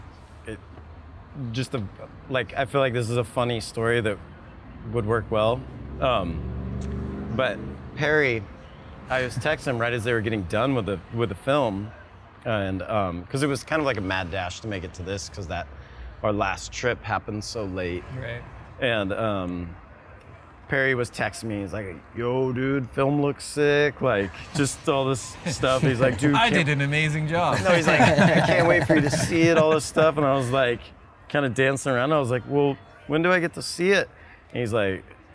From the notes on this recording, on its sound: Filmed live at the premiere of Convergence in Huntington Beach during the US Open.